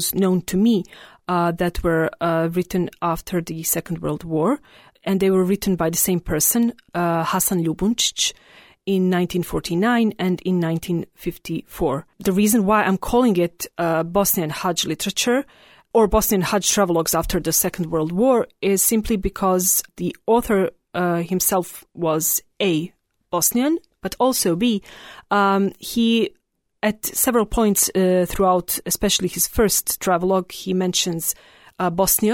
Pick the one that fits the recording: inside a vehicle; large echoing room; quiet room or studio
quiet room or studio